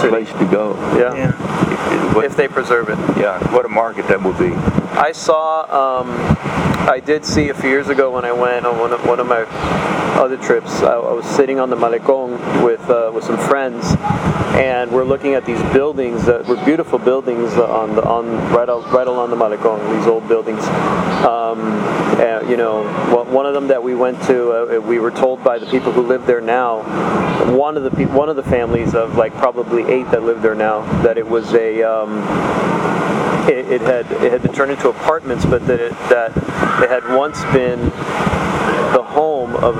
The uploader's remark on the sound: recorded a couple years ago on a very windy night